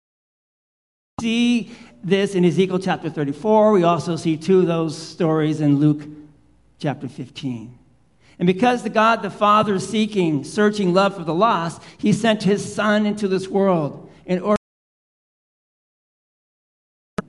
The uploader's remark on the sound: Live Worship Service - Holy Trinity Sunday pt.